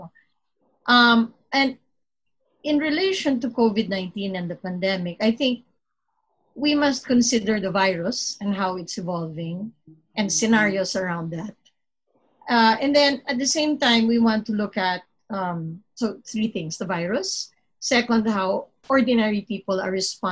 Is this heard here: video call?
yes